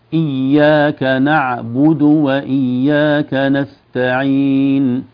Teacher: ضم الباء، ضم الشفتين في الباء